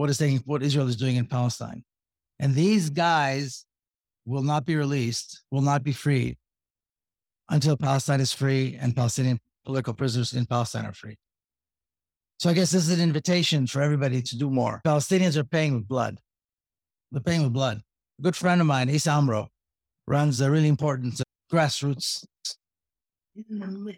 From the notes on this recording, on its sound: Spoke at the Community Church of Boston in December 2022.